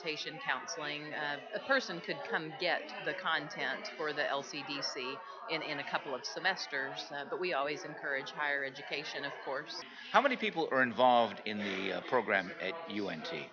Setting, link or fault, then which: setting, busy venue